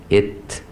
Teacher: ت عباره عن طرف اللسان يخبط في الثنية العليا